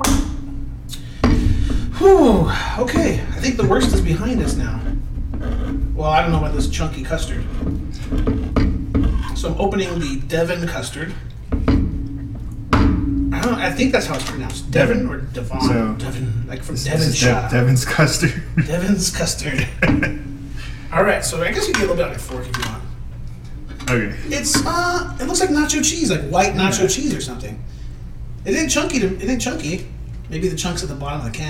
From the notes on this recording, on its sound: Bad audio.